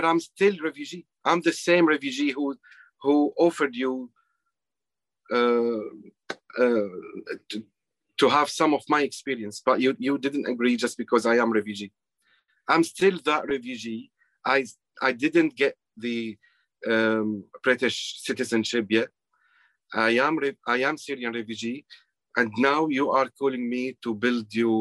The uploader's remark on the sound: Sona Circle Virtual Event 2021